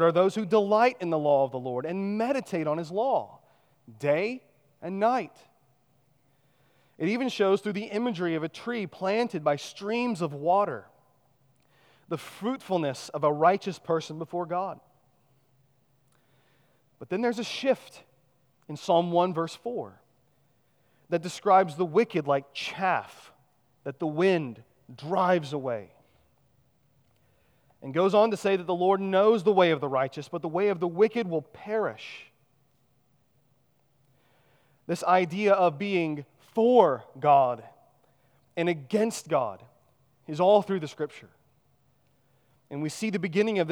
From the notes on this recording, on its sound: at Chaffee Crossing Baptist Church in Barling, AR